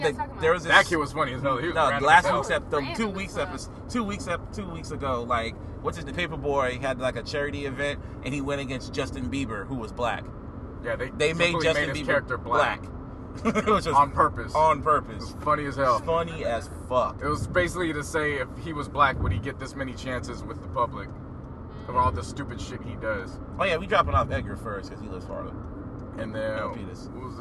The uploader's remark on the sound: Wrestling 101 On The Road To Smackdown. The trio are on the road to WWE Smackdown Live ...literally.